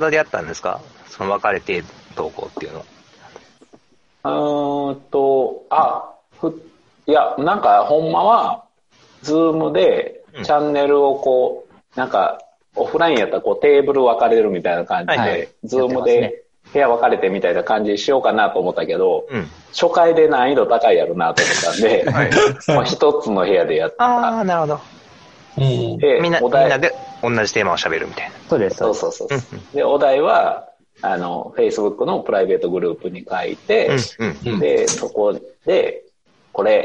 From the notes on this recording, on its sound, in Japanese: 今回も Zoom によるリモート収録です。